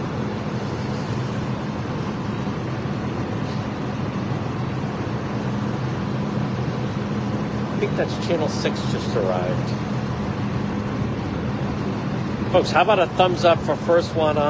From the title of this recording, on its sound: On-the-scene Live-stream RIPTA bus in Jamestown RI